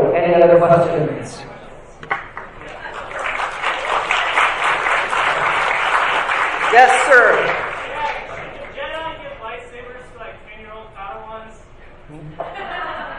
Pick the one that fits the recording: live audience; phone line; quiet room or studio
live audience